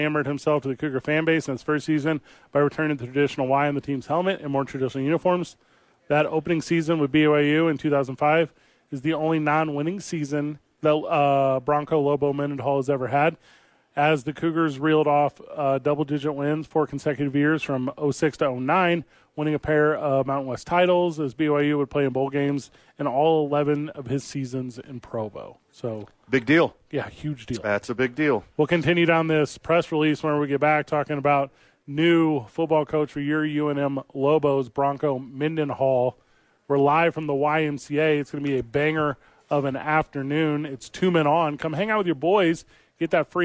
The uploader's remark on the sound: live from the YMCA